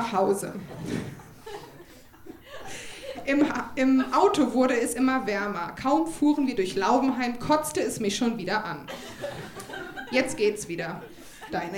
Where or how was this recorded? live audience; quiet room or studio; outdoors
live audience